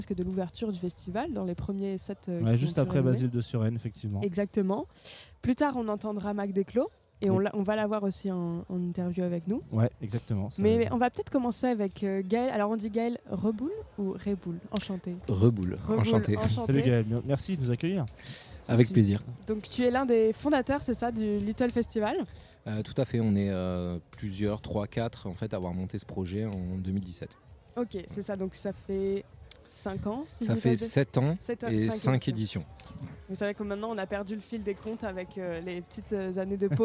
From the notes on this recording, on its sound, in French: Ce week-end on est en territoire Landais au Little Festival. Ce week-end on est en territoire Landais au Little Festival pour quelques jours a se mettre au vert (ou pas).